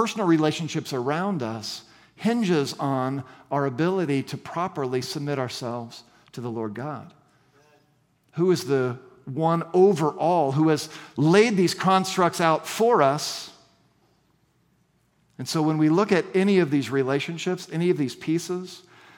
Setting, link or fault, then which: setting, large echoing room